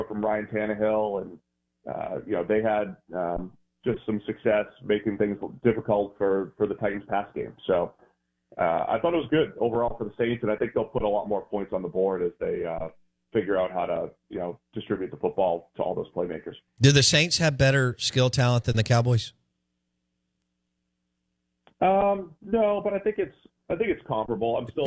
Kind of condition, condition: link, phone line